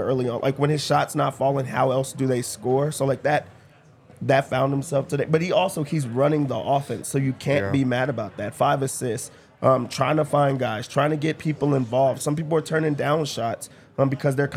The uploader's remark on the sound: LIVE from the DNVR Bar